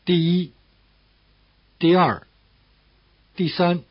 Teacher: Let's begin with the ordinal numbers. The word for number in the sense of number 1 is di, with a falling tone.